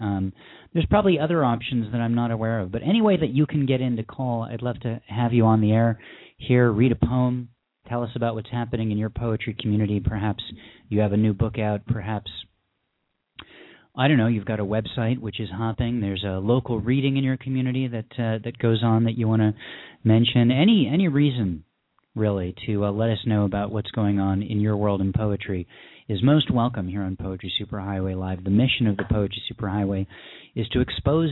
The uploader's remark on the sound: callers from Cincinnati, OH, Athens, Alabama, Taunton, MA and Sherman Oaks, CA